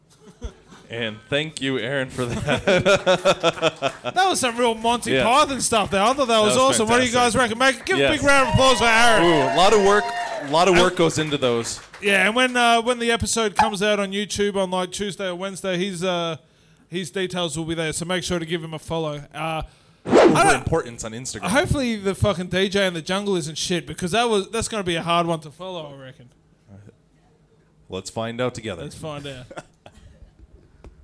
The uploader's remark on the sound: LIVE SHOW #2 EP0023 Fringe Perth 2021.